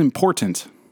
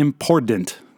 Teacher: There's not a D. There's not a hidden D in there. It is T. · Shown in: first take